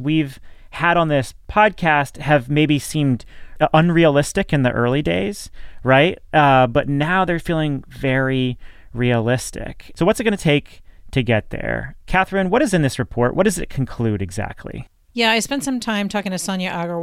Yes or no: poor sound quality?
no